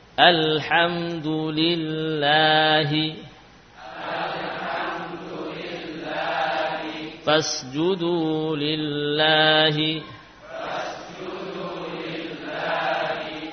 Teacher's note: yaitu lafaz Allah, lamnya dibaca apa? Tipis, bila sebelumnya kasrah